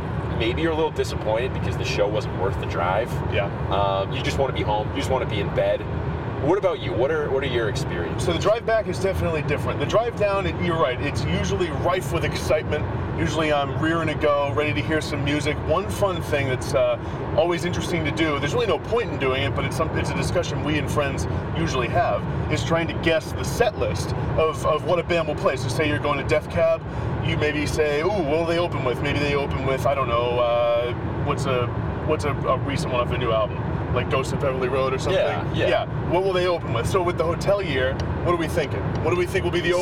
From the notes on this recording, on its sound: take to the open road and record while driving